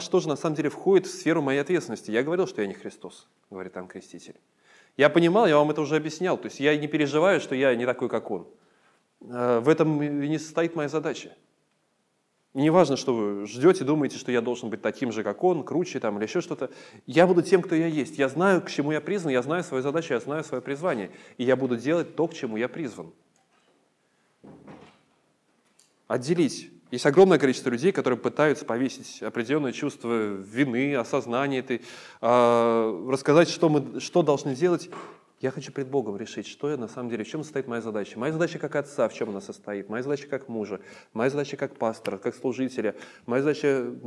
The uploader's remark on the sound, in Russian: Полная запись богослужения.